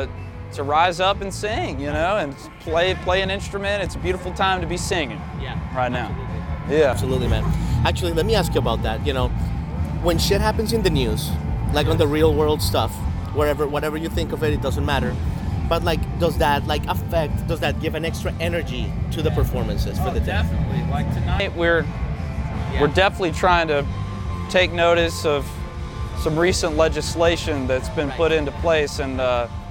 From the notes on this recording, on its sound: We are back from Eau Claire Wisconsin, home of the Blue Ox Music Festival for the 2022 edition. Joining us from the beautiful festival grounds.